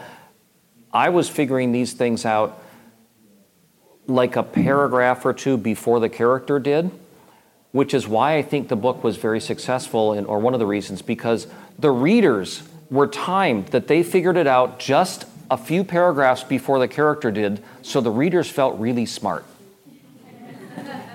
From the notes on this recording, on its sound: Joined us at Sasquan/WorldCon 73 to take questions about plot twists. Here are the questions that came in from our live audience.